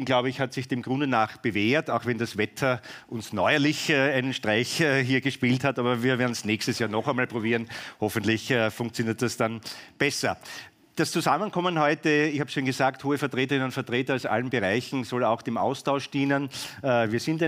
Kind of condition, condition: setting, busy venue